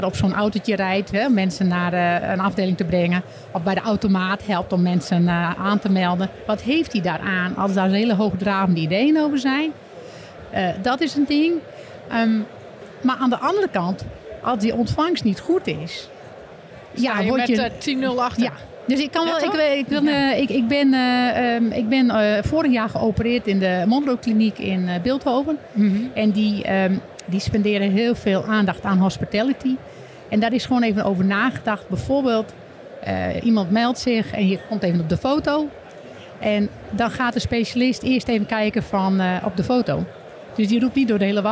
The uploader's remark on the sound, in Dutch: Ook deze aflevering hebben we weer opgenomen op de beurs Gastvrij Rotterdam.